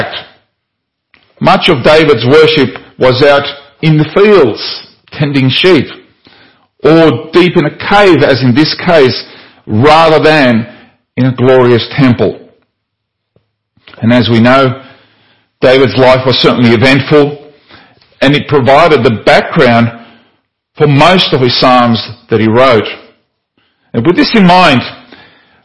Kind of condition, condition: setting, large echoing room